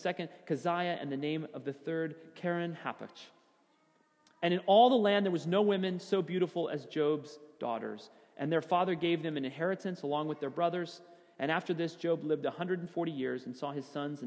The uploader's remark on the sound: Sermon audio from FIBC Copenhagen, Sunday, January 3, 2016.